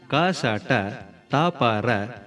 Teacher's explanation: நெஞ்சினை சார்ந்து கணீர் கணீர் என்று வன்மையான ஓசையோடு வரும் எழுத்துக்களை வல்லினம் என்பர்.